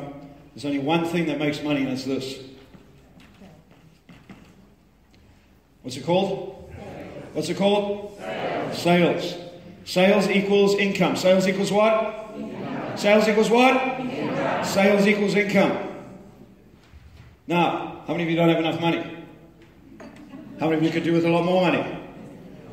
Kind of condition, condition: setting, live audience